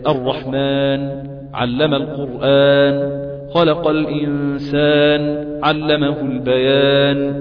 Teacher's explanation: إذا وقف على النون حتى الساكن أن يأتي بغنة بسيطة جدا جدا جدا جدا، أو على الميم غنة بسيطة خالص، مش مشددة بس غنة بسيطة خالص.